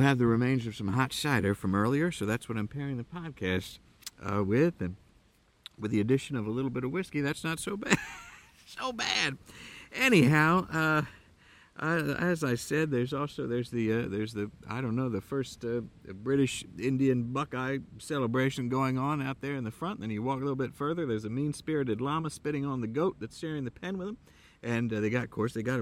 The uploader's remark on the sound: From deep within a way-too-challenging corn maze in Southern Ohio. As the light fades and the animals/wild children begin to make strange noises.